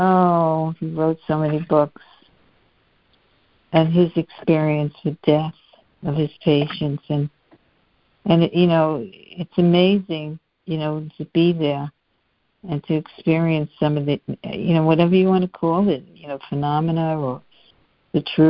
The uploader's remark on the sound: Students are joining together on a Free Conference Call